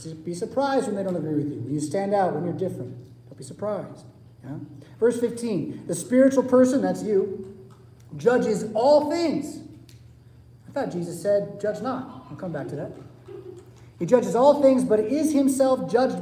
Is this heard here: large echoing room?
yes